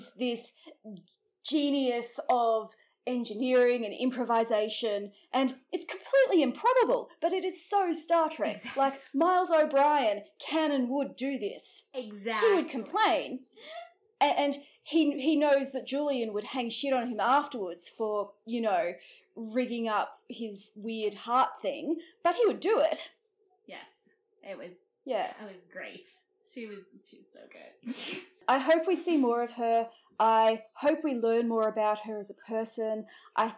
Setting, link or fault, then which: fault, sounds in the background